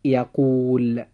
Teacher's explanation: ومقدار نطقنا لحركة حرف المد في كل كلمة من الكلمات السابقة، قال وقيل ويقول، حركتان · Term: المد الطبيعي